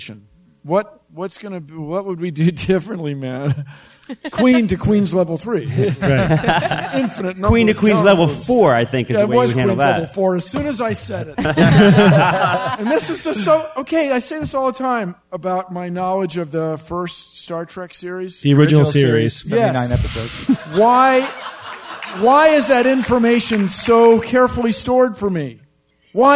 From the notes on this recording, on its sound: SGU Live from NECSS